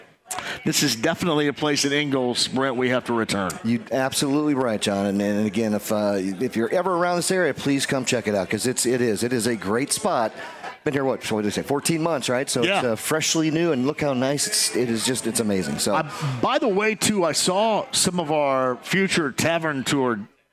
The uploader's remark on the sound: Kicks off the show live from Taylor’s Bar & Table. Keep the show rolling by talking to more people from Taylor’s Bar & Table!